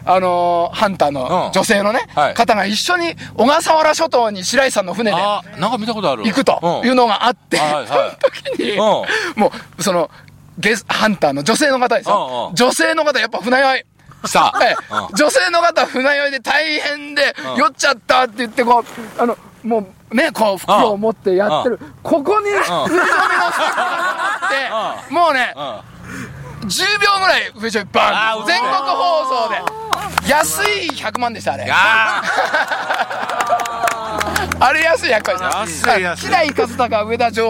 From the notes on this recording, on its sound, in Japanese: 長野県ビーナスラインの霧ヶ峰高原にて。バイクツーリングをして青空対談収録を開催いたしました。